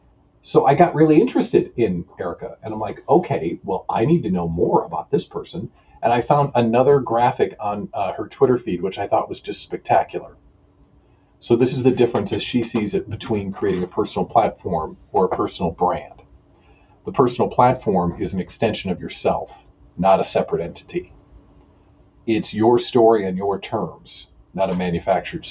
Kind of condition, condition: fault, poor microphone